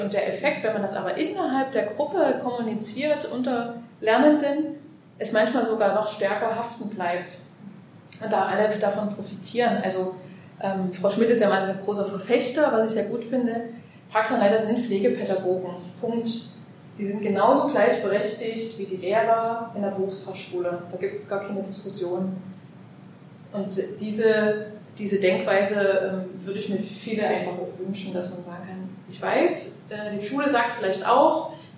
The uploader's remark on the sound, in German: Live-Mitschnitt vom Workshop "Praxisentwicklung in der Praxisanleitung". Einblick in die vergangene Pflegefachtagung "Summer School" der EHS Dresden.